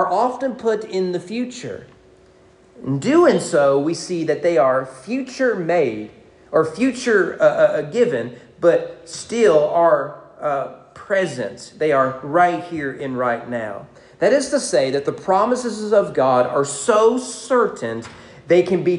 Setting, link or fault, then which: setting, large echoing room